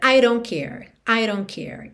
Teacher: esse D de don't pode virar rarara